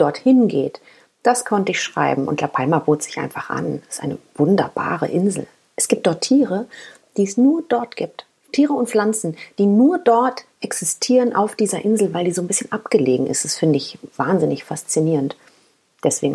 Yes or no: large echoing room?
no